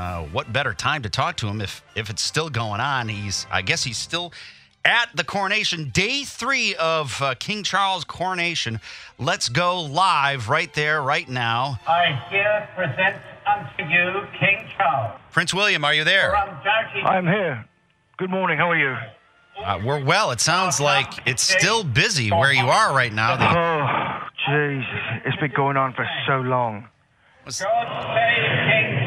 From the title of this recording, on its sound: calls the guys Live from the Kings Coronation